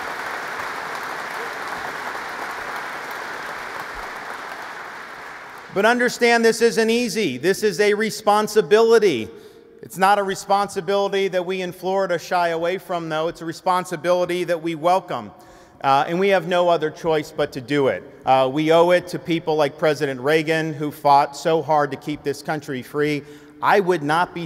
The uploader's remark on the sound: Our in-person event.